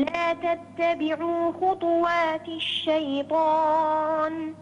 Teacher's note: وضح الضمة على خطو لا تسكن الطاء